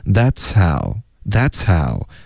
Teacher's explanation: 这个 H 的音有一点被前面的呲的音盖住了，不太能听出来，可是还在，因为你一直在连发连读，在连贯的一致的送气出来 that's how that'show。有没有听到一个 H 的音？有听